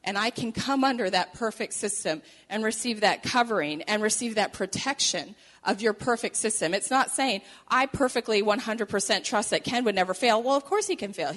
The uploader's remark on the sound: Recorded at Bethany Church in Bloomington, MN.